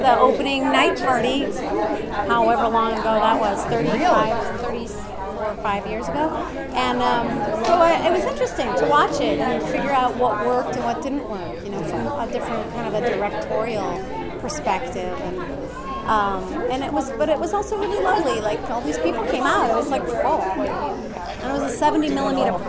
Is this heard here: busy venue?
yes